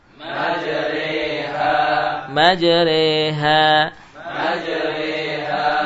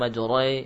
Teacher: Kalau majroha tadi ro'nya tebal, majroh, ya, alifnya juga tebal. Ketika sudah mumalah, sudah miring, maka hilang sifat tebalnya. Jadi tarqiq. · Shown in: first take · Majri, bukan majroi.